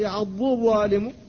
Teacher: فالضاد لسانية من حافة اللسان، والضاء من رأس اللسان ورؤوس الثنايا العليا